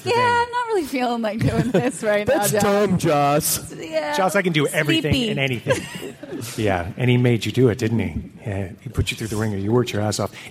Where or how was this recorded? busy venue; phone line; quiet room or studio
busy venue